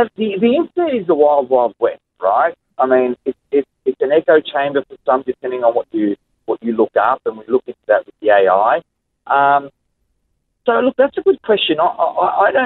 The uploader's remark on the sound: Phone call of the month